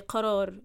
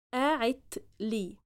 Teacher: qaf is mostly transformed in Egyptian Arabic into hamza · Shown in: second take · except with very, very minor words.